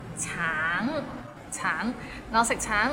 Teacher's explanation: the end has a little ng, so it's a bit of nasal sound